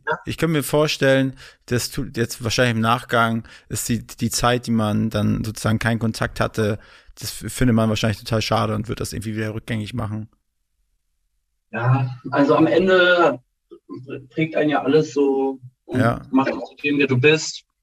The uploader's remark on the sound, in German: via Zoom gesprochen